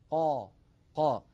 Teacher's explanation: الصوت لم ينحصر بين اللسان والحنك الأعلى، وإنما تصعد الصوت فقط إلى أعلى، قا قا. فإذن كتب تحتها: لا ينحصر الصوت بالحرف المنفتح بين اللسان والحنك الأعلى.